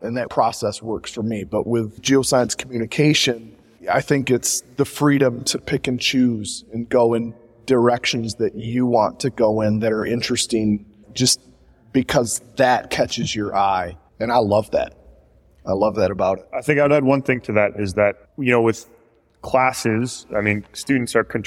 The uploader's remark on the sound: PlanetGeo LIVE at Grand Valley State University